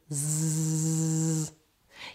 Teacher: You'll feel that there is vibration from your voice box, and this is because zzz is voiced.